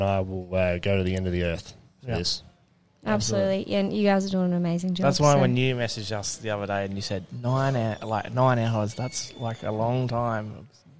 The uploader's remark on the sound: The episode was recorded in the pub so there is a bit of background noise.